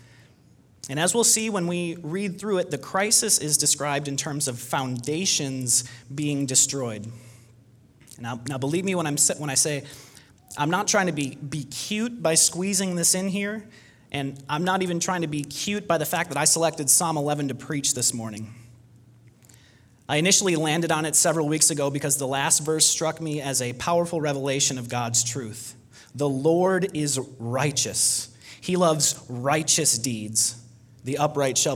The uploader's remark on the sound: Delivered Sunday, June 21, 2020 at Woodridge Community Church (New Berlin, WI).